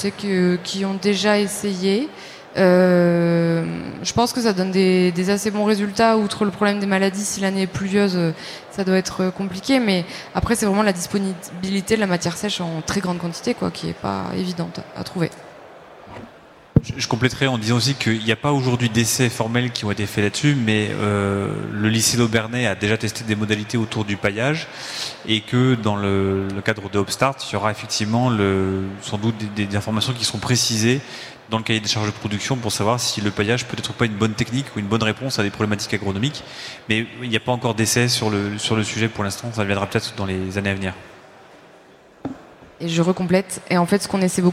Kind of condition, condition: setting, busy venue